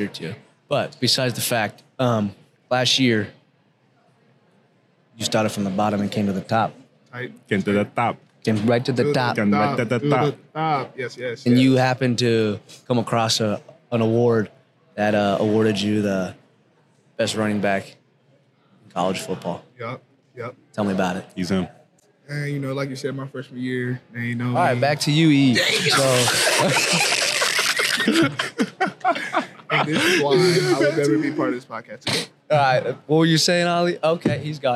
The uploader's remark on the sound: Recorded at Oklahoma State's Student Union on Thursday, January 25, 2024.